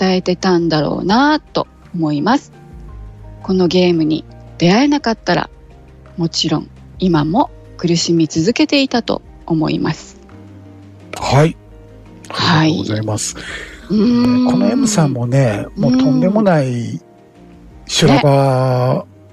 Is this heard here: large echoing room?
no